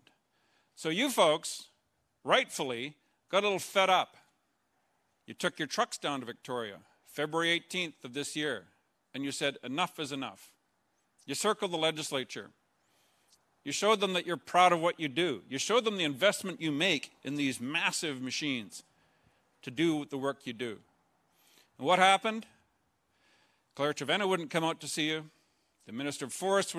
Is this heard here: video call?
no